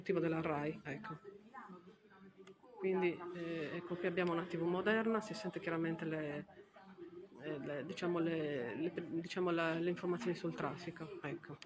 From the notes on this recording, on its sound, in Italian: Torino - Live dal Museo della Rai con descrizione. Registrazione e caricamento a cura della pedagogista audiodescrittore.